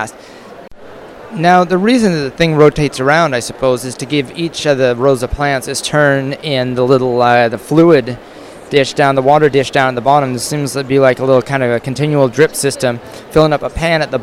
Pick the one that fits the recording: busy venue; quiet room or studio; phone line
busy venue